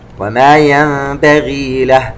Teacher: النون مع الباء إقلاب، ويترتب عليه حكم الميم الساكنة إخفاء شفوي